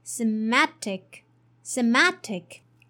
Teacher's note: the t sound here is a flap t, which is sounds like a slight d sound